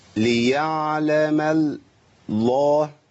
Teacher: برقق اللام الأولى وفخم الثانية